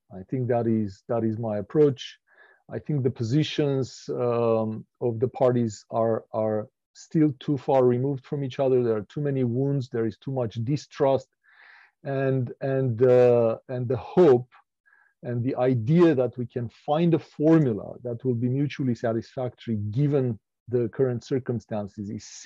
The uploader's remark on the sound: This panel was part of the virtual 2021 REECAS Northwest Conference.